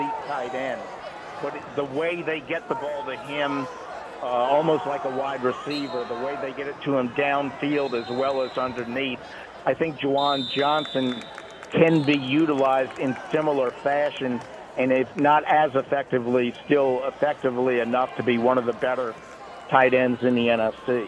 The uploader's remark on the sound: live at wrestling championship